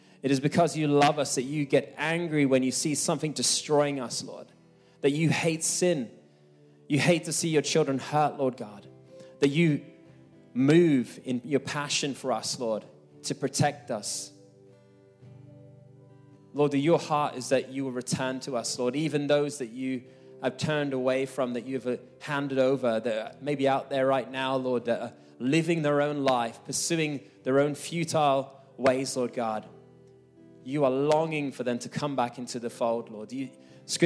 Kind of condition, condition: setting, live audience